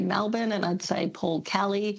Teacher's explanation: over the last 30 years, Melbournians pronounce some E's as A's, as in Paul Kelly, Melbourne